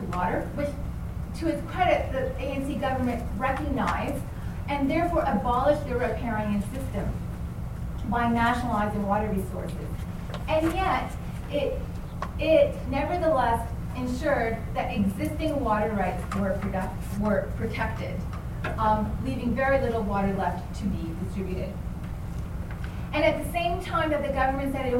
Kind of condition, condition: setting, live audience